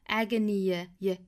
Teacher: 元音加元音的连读啊这里面又是有一个 ye 的加音